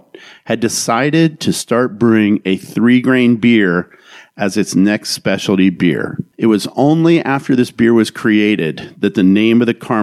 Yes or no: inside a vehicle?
no